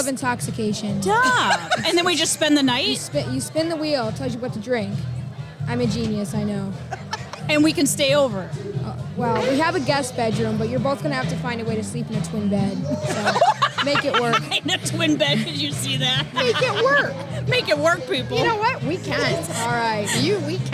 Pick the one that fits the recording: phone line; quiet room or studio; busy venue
busy venue